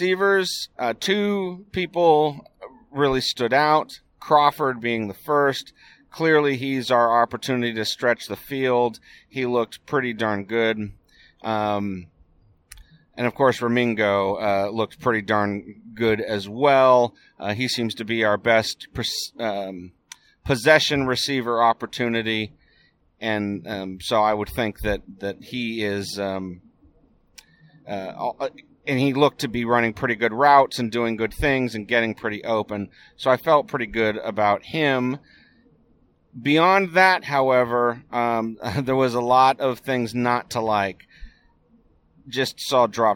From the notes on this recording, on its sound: Here’s the one I recorded last night on the way home from the UC Davis game.